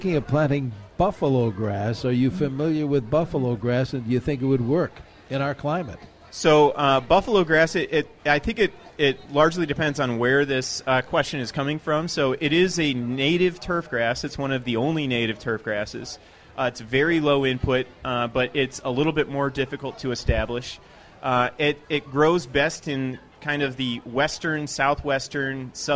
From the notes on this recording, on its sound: live from the MN State Fair